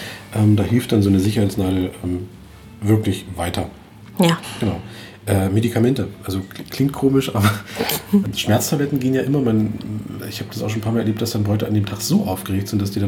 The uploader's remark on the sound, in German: Diese Episode haben wir übrigens in der schönen Teestube "Mitten im September" in Cottbus aufgenommen. Der Hochzeits-Podcast direkt aus dem Spreewald.